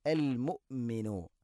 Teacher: ഹംസയുടെ ഉച്ചാരണം കൃത്യമാക്കണം, തൊണ്ടയുടെ താഴെ ഭാഗമാണ്, എന്നാൽ ഖൽഖല വരാനും പാടില്ല